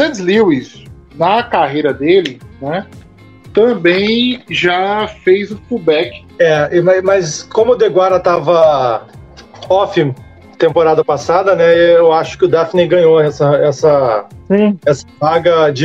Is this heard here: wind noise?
no